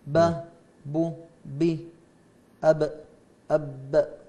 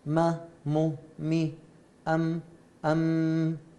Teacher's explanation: نعم، شوف الباء والميم نفس الإشي، لكن لاحظ أن الميم أدخل أم أب أب، الباء منطبقة أكثر والميم أدخل قليلا